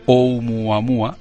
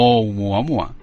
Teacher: una apóstrofe inicial indicando que hay que hacer una parada glotal, es decir, una pausa antes de pronunciar su nombre · Shown in: first take · En otras palabras, no hay que encadenarlo, no hay que unirlo fonéticamente a la anterior palabra.